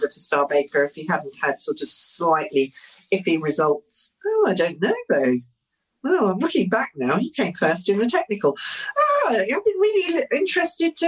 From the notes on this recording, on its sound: As we recorded this podcast remotely via Zoom.